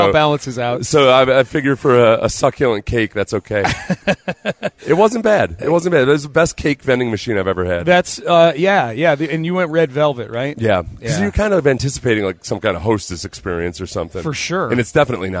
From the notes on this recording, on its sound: live in Las Vegas for Radio Row day 2